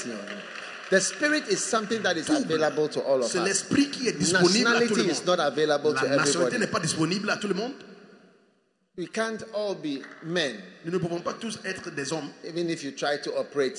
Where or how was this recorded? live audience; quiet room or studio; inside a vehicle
live audience